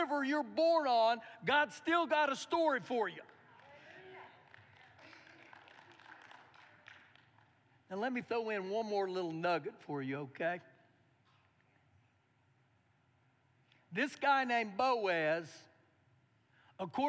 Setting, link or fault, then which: setting, large echoing room